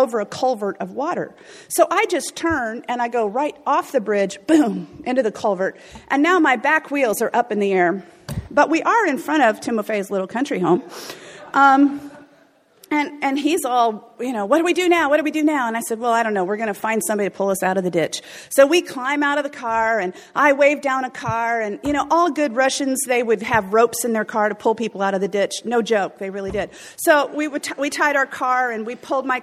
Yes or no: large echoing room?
yes